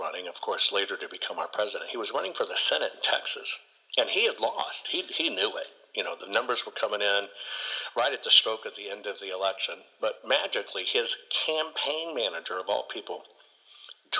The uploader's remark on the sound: joins me on this call